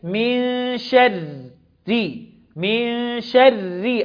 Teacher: والخطأ الثالث إن أنا فخم الره، الره هنا مرققة لأنها مكسورة